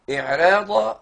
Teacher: بص يا حبيبي كده للضاد اللي بعد الراء منعت ترقيق الراء